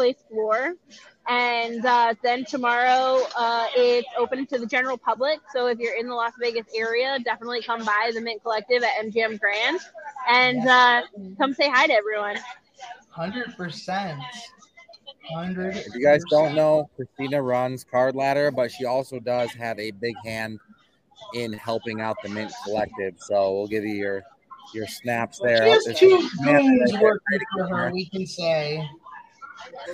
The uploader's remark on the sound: live with coverage from the Mint Collective Card Show in Las Vegas, Nevada.